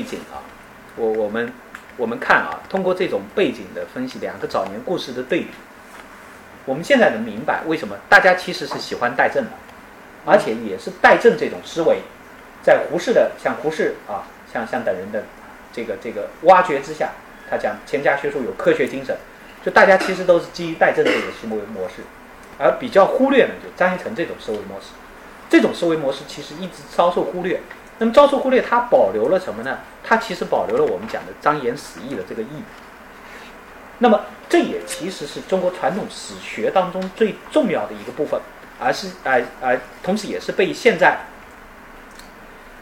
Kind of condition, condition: setting, large echoing room